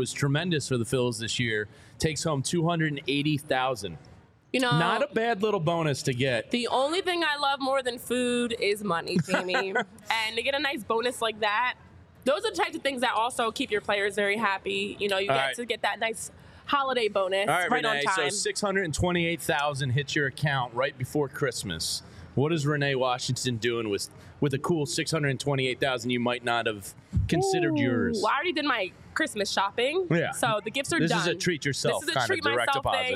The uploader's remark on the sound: Live from Reading Terminal Market talking MLB updates.